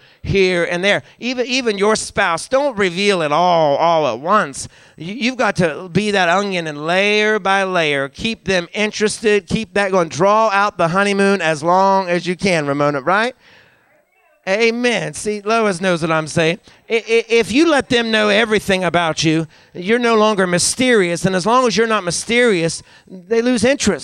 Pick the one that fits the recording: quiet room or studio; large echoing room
large echoing room